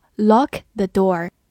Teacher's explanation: 注意对比我们今天学习的 Lock the door.没有鼻音 · IPA: [lɒk]